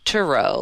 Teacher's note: He adds, the proper French pronunciation would be Thoreau, with the TH pronounced as a hard T and an accent on neither syllable